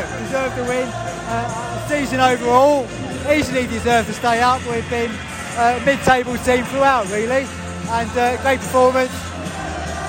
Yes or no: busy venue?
yes